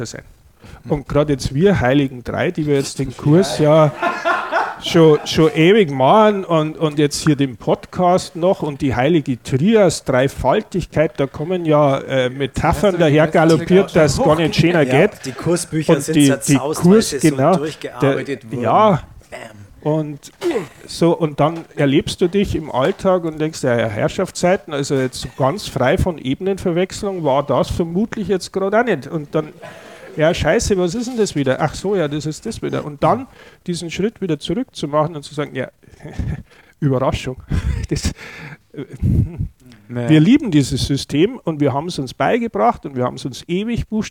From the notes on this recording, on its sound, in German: Live-Mitschnitt aus München. Trafen wir uns mit einer Gruppe an Hörer*innen in der bayerischen Landeshauptstadt.